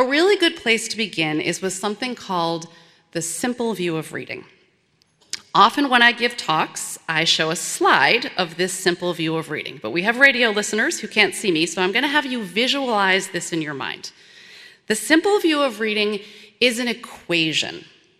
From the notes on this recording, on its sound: This program was recorded in front a live audience at Westminster Presbyterian Church in downtown Minneapolis.